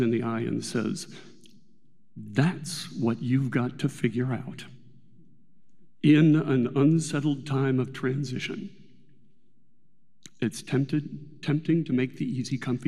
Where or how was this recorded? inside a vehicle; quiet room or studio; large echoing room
large echoing room